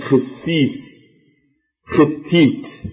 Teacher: وعلل هذا الإبدال بين السين والتاء بما بين الحرفين من موافقة في التقارب بين المخرجين وكون كلا الحرفين من الحروف المهموسة